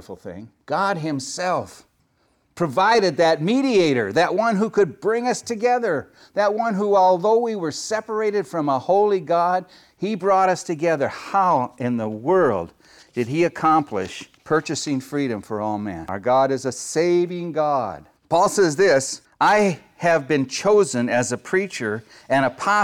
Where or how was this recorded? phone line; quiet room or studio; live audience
live audience